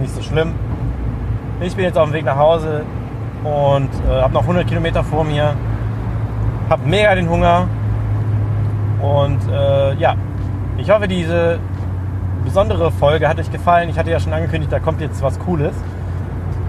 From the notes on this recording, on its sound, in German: Gemeinsam mit Ride Review reisen wir nach Bottrop in den Movie Park Germany zum Presseevent zum neuen Mack Triple Launch Coaster Star Trek: Operation Enterprise! In der Folge hört ihr nicht nur unsere Ersteindrücke aus erster Hand direkt vor Ort, ein Audio-Onride. Wir nehmen euch auch noch mit durch den Rest des Parks bis hin zum grandiosen Finale im Bermuda Dreieck.